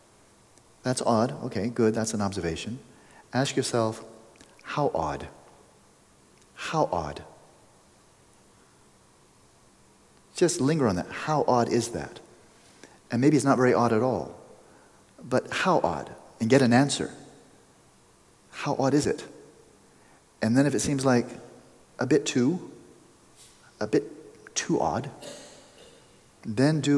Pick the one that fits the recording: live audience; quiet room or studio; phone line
live audience